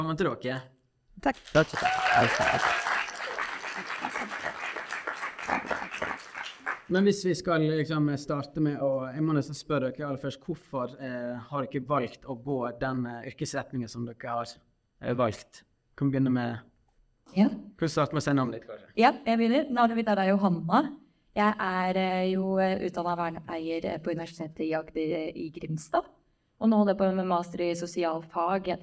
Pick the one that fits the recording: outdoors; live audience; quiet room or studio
live audience